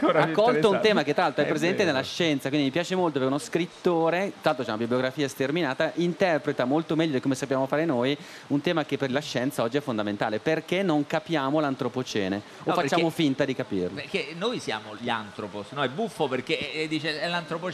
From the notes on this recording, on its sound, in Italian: In diretta da Mantova - Piazza Leon Battista Alberti - per la XXIII edizione del Festivaletteratura